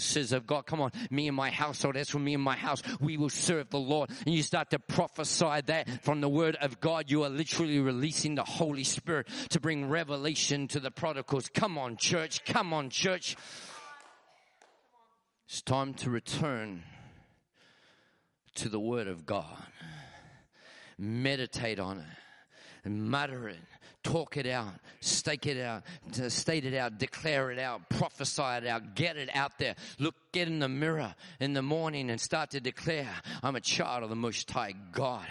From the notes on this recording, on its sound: This message was recorded at Dreambuilders Church, Tasmania in March, 2023.